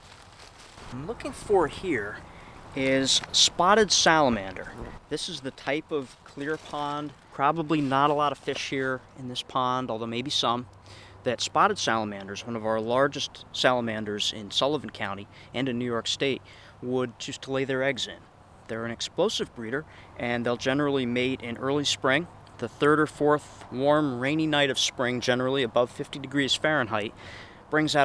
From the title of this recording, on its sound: Spring Pond Walk